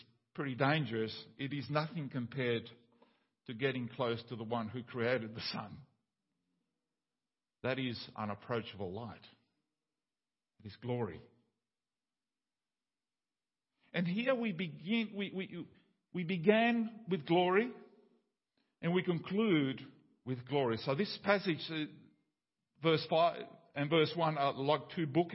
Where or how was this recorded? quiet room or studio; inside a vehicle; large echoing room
large echoing room